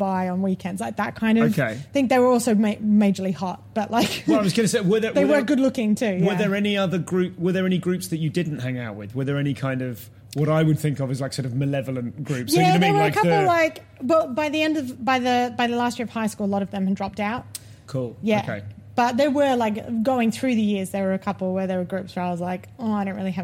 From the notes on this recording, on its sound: This episode was recorded at The Cheese Comedy Club, Bristol